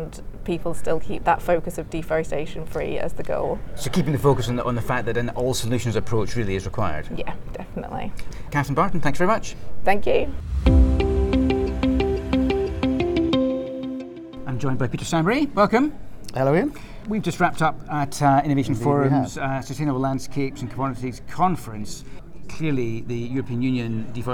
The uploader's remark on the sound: Live from the conference. At Innovation Forum's future of climate action conference in Washington DC.